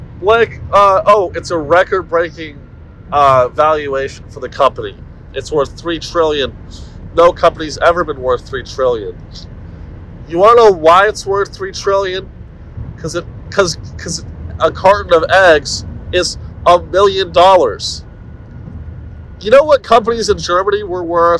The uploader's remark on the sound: In this short audio only episode. Broadcasts to you live from his iPhone while driving to Dallas on I-35 in his Honda. Pardon this trash audio quality, we’re back in the studio next week.